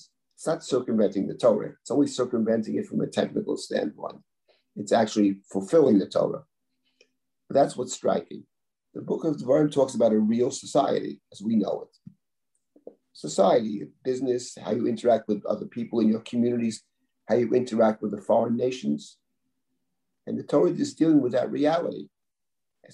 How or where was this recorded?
video call